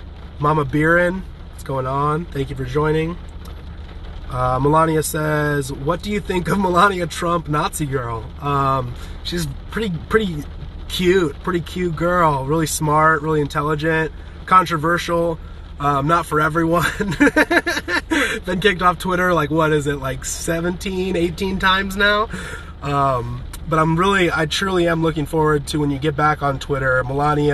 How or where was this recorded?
inside a vehicle